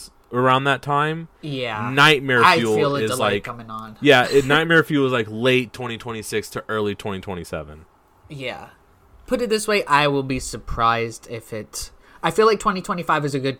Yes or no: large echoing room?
no